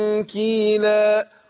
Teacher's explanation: بين التاء والكاف غنه النون دي بتخفى وبتبقى الايه يعني بيذهب تذهب ذات النون وتبقى الصفه بتاعتها اللي هي الايه الغنه فانا بقول تنكي والمده الغنه هنا ايه حركتين المسافة بتاعتها ايه · Term: إخفاء النون عند الكاف